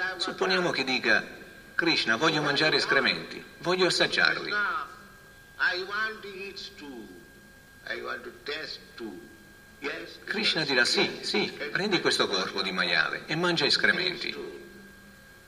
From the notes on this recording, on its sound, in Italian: in diretta dal Tempio di Villa Vrindavana